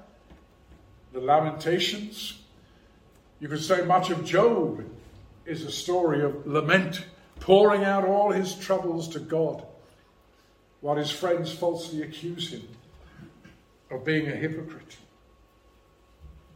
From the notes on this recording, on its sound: preached at Rock of Ages Evangelical Church